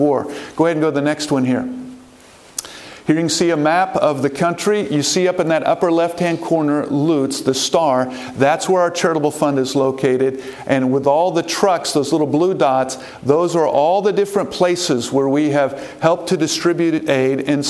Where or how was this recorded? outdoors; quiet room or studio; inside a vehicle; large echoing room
large echoing room